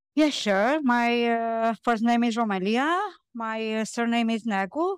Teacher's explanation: the intonation pattern she uses, with an upward rise in pitch to indicate that she's not finished, and a downward pitch indicating when she finished the sentence